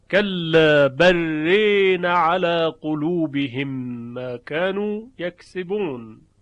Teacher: لام هم باید در را ادغام بشه، برخلاف روایت حفص که سکت در اون بود، در اینجا شعبه به ادغام خونده.